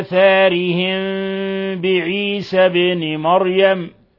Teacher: نخفي الميم الساكنة عند الباء ونترك فرجة يسيرة بين الشفتين · Term: إخفاء شفوي